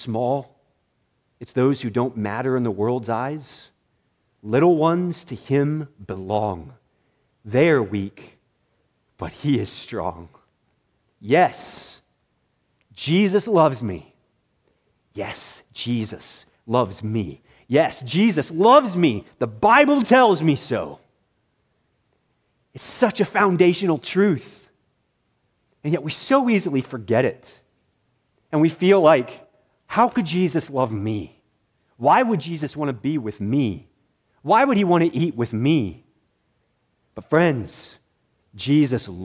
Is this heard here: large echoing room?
yes